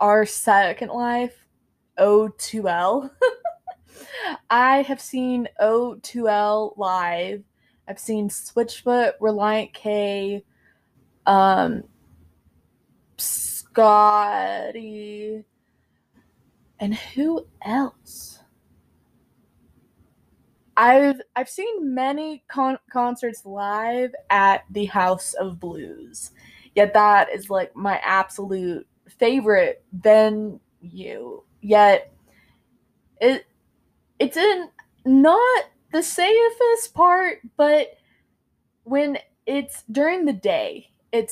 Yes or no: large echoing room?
no